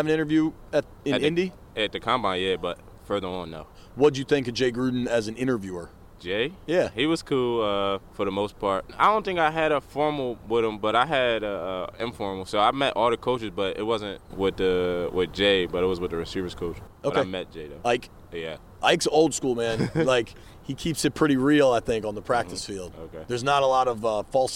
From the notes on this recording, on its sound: While at an NBC Sports Washington event in College Park